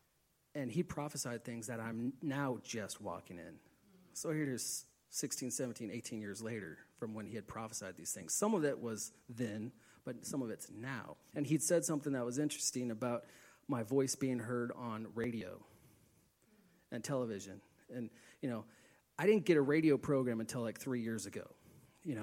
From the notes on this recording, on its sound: Please forgive some of the sound quality as this was recorded live in a church